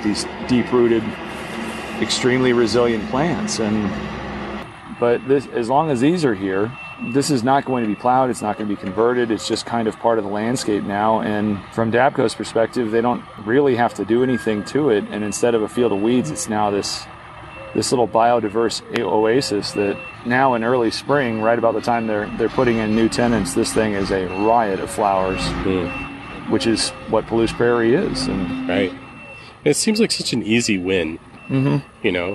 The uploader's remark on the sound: A field trip. As sounds from construction of new buildings surround the area.